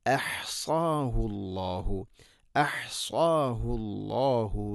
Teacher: അഹ്സാഹു ഹംസ തൊണ്ടയുടെ താഴെ ഭാഗം തൊട്ട് മേലെയാണ്